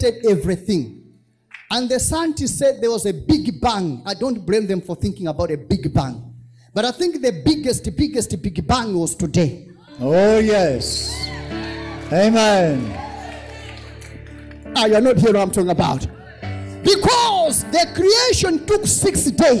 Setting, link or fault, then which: setting, large echoing room